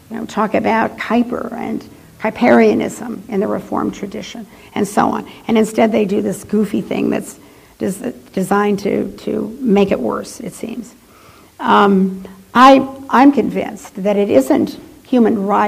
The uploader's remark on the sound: She delivered this lecture on April , 2008 at the University of Chicago's Swift Hall.